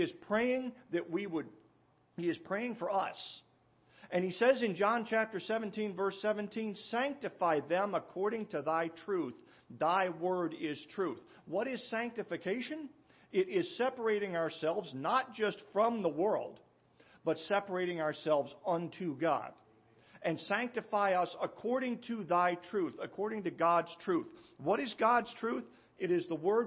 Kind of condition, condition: setting, large echoing room